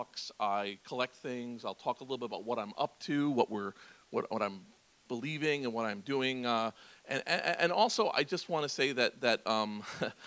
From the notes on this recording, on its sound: As part of The Long Now Foundation's “Conversations at The Interval” Salon Talks. These hour long talks are recorded live at The Interval, our bar, cafe, & museum in San Francisco.